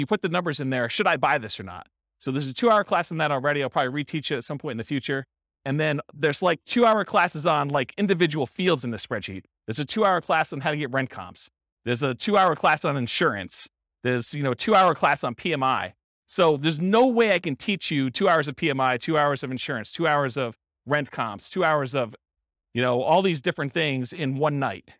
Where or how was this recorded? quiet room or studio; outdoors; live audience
live audience